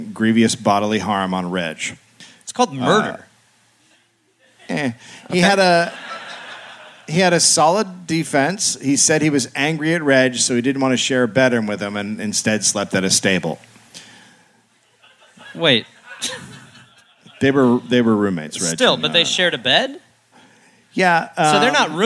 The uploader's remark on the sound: Live in Adelaide